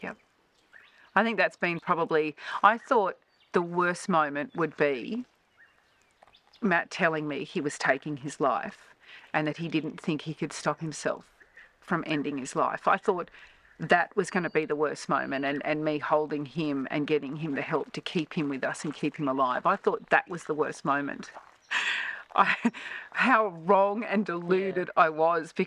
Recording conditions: outdoors